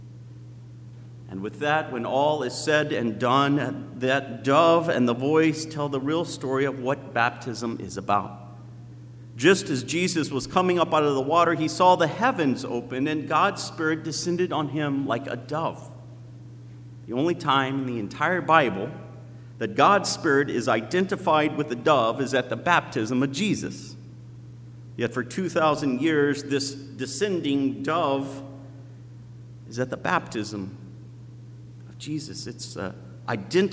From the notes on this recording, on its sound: at Zion Lutheran Church in Muscatine, Iowa